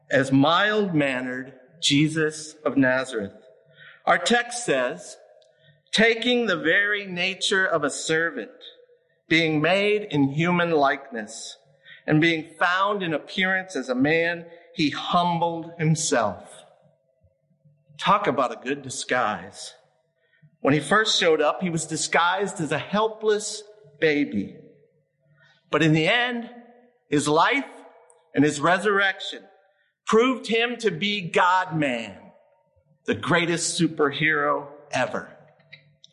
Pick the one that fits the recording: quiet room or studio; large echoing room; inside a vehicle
large echoing room